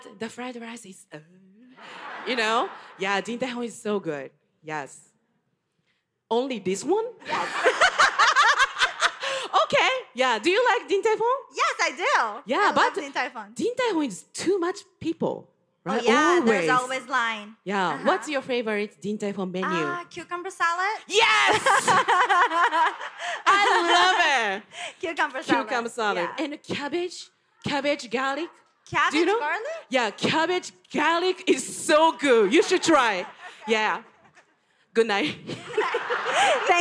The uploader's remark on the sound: The Podcast LIVE! Snippets from New Orleans and LA!